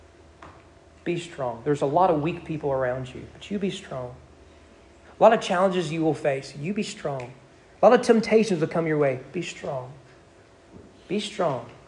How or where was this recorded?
large echoing room